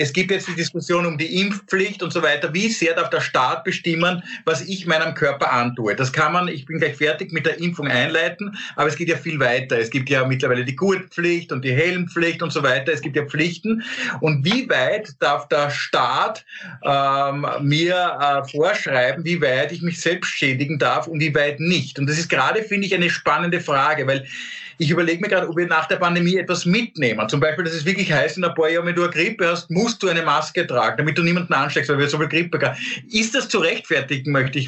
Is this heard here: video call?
yes